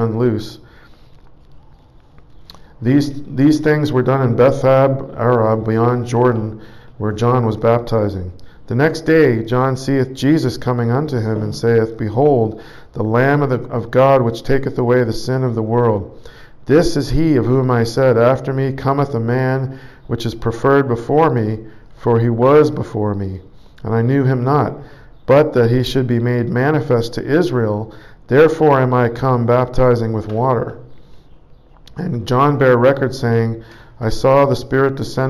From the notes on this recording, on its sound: Preached at St Georges Manor, Toronto, Canada